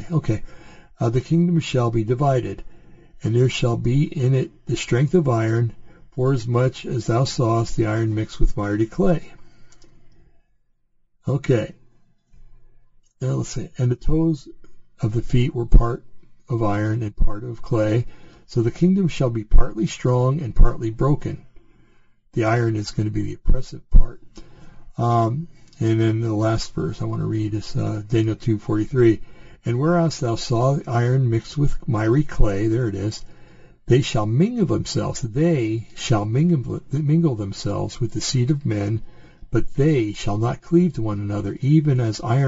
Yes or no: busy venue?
no